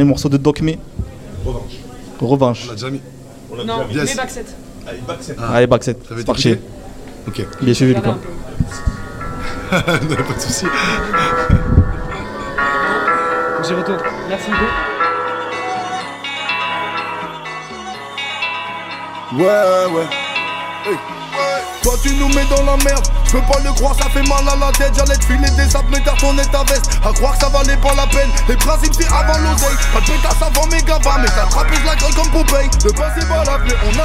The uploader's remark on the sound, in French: En LIVE de Paloma à Nimes